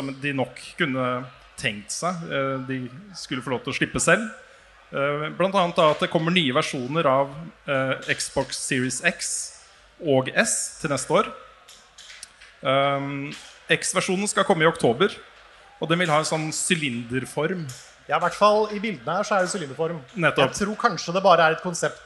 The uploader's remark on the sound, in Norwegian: Vi gikk LIVE under Oslo Byfestival på Youngstorget i Oslo.